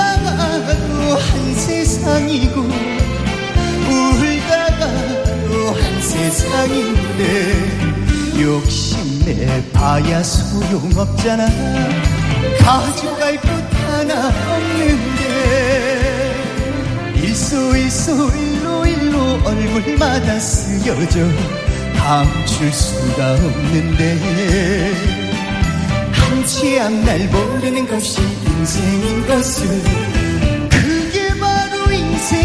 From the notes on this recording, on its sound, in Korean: 유쾌한 만남 공개방송